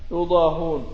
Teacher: ويضاهون، وسبق أن كررنا أنه لا أحد يزيد فيها همزة أو يكسر الهاء إلا عاصم، وبالتالي كل القراء يضمون الهاء ويحذفون الهمزة